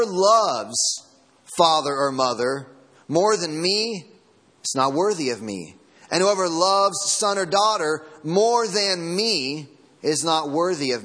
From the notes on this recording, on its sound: Sermon Audio from Sunday Morning